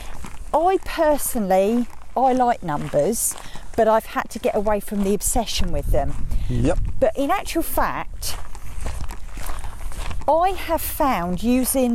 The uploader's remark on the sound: Walking podcast.